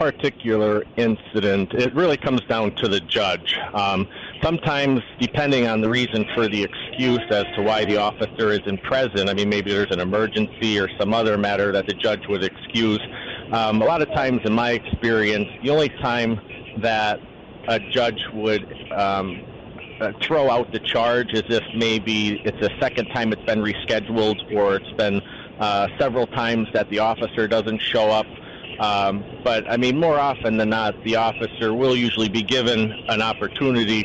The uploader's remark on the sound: call into "The … Show"